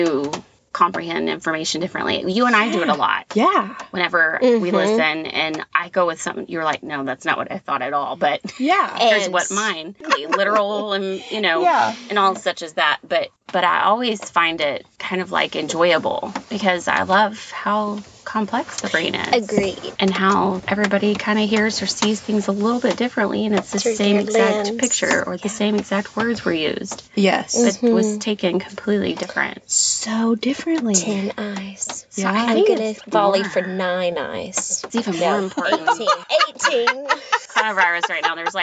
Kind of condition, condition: fault, background noise